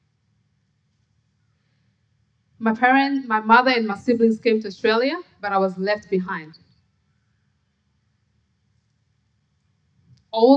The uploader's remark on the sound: SPUN: True Stories Told in the Territory is a live storytelling event. Popping up at different venues across Darwin. Told at our event at Darwin Festival.